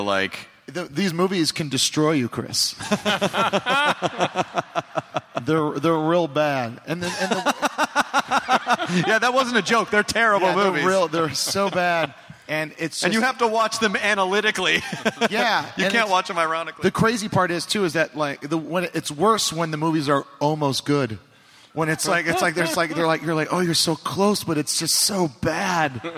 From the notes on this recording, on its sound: Live at SDCC.